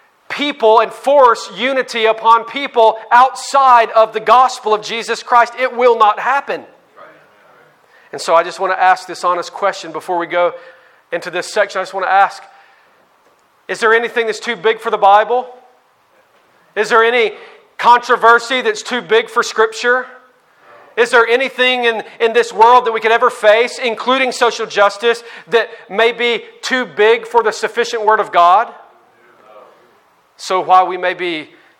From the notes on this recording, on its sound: on May 15, 2019 at the Founders “The Gospel and Justice“ National conference in Louisville, Kentucky.